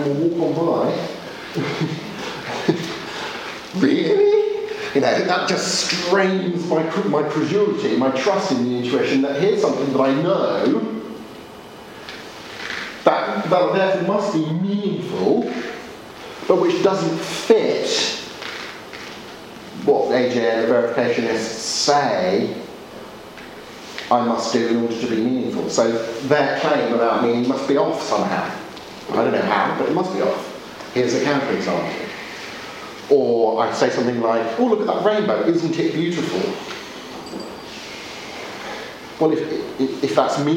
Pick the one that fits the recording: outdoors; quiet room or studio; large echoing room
large echoing room